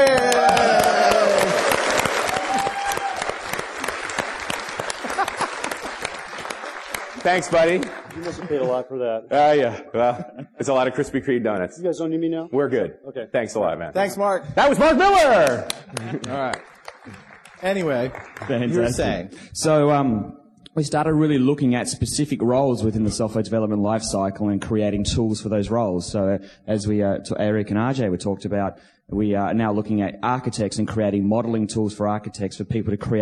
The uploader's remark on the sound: Live at Tech Ed! Come at you live from Tech Ed Orlando.